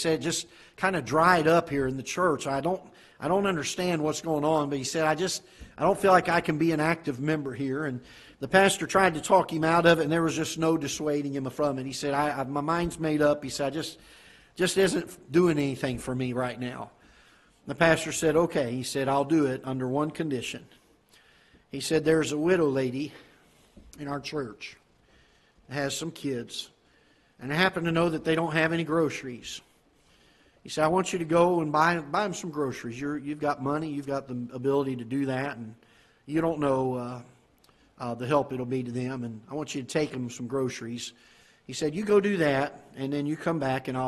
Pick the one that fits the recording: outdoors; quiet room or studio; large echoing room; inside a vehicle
large echoing room